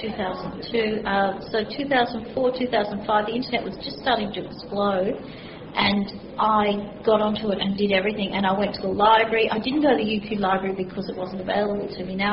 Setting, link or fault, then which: setting, large echoing room